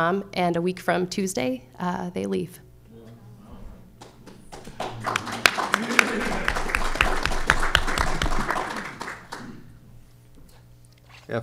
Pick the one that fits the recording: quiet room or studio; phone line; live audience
live audience